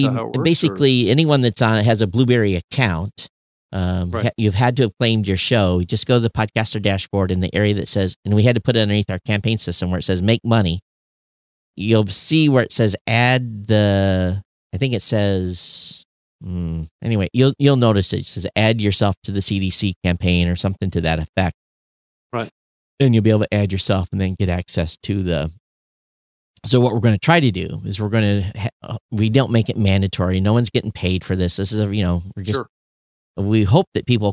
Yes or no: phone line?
no